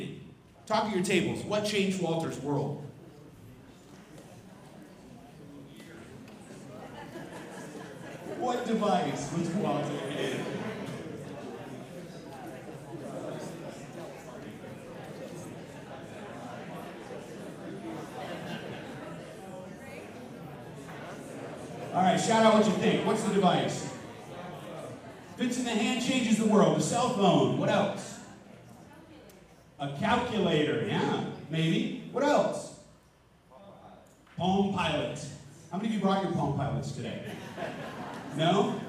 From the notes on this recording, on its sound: Future Ready Schools Denver Summit Keynote (Audio Only).